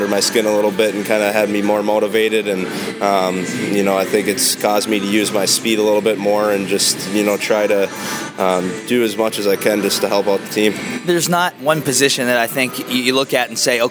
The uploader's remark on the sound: between periods on January 20 as Cincinnati battles Trenton!